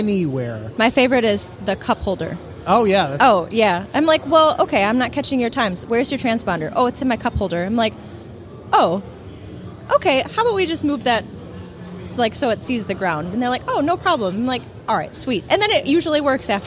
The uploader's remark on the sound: This is the the 5th episode recorded at Barber Motorsports Park.